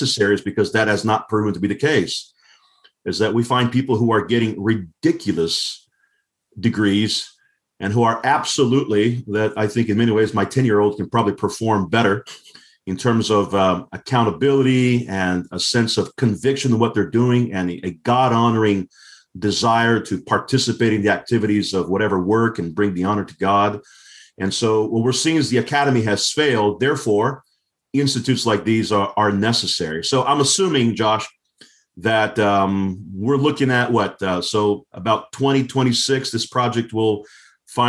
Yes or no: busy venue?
no